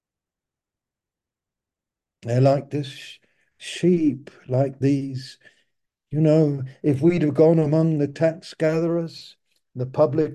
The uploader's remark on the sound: Malaysia Meets (Zoom).